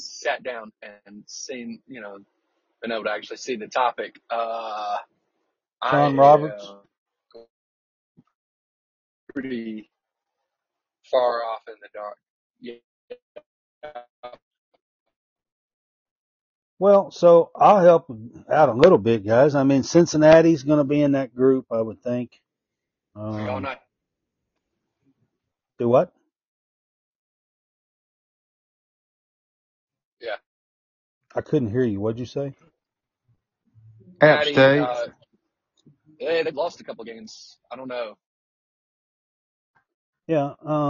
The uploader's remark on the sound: We had connection difficulties with this Live tonight!